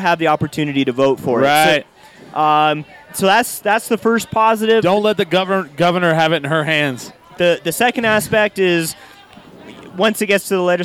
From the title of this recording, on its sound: Live from Green Jeans Farmery